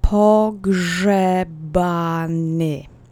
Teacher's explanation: So we see the same phoneme twice, even though it's spelled differently. The accent is on the penultimate syllable.